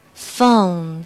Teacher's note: 那么大家在发“哦”的时候要注意嘴型由“呃”到“乌”滑动